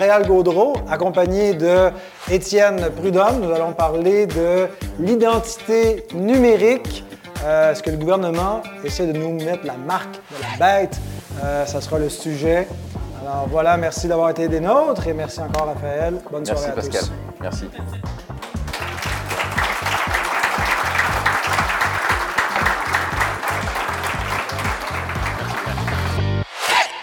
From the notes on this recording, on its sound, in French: Dans cet épisode enregistré devant public.